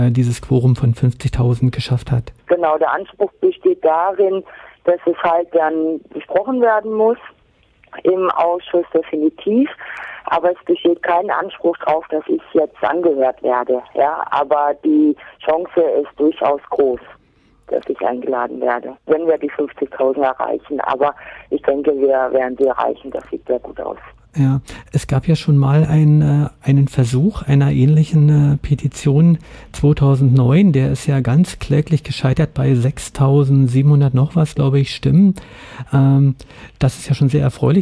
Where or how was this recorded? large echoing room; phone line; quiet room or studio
phone line